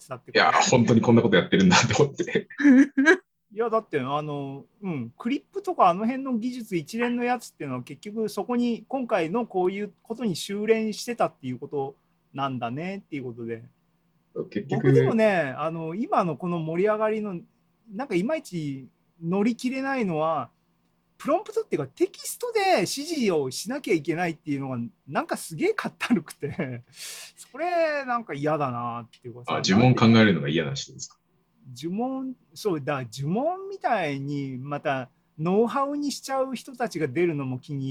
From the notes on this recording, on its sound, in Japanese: ZOOMライブの模様です。